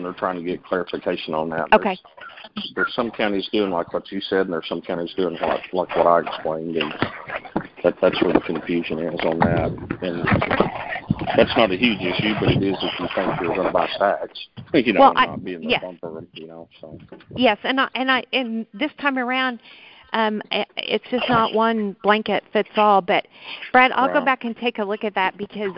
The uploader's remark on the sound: March 2020 Conference Call On Texas Crop Insurance.